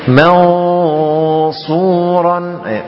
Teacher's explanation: Kalau kita baca so dengan lidah, pangkal lidahnya naik ke atas, maka ketika dengungnya ya, sebagaimana dijelaskan di awal pelajaran tadi, yaitu lidah ya, lidah bersiap-siap untuk melafadzkan huruf tersebut. Jadi ketika kita ingin membaca sad, maka dengungnya kita siapkan untuk mengucapkan huruf sad sehingga menjadi tebal.